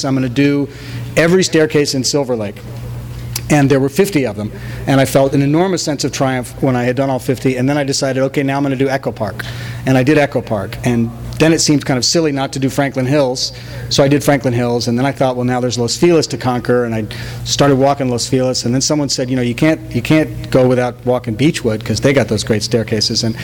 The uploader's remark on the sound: THIS EVENT WAS RECORDED LIVE AT SKYLIGHT BOOKS